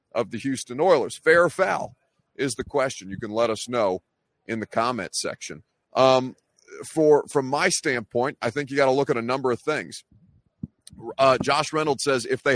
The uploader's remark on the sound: at NFL Honors LIVE from LA